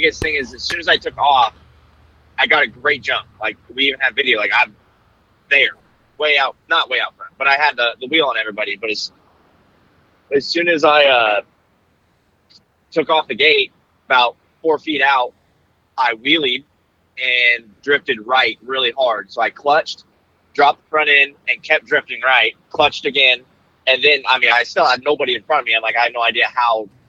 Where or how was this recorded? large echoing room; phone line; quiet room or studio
phone line